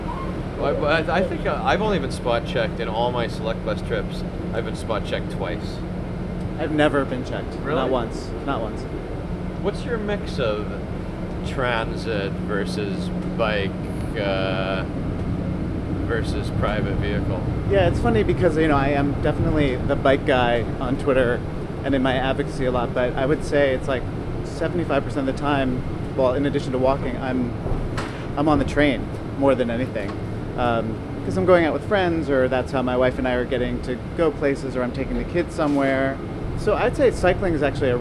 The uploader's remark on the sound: on board the M14 crosstown bus